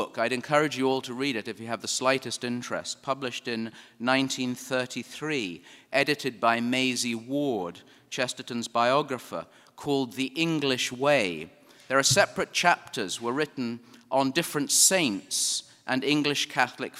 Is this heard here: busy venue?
yes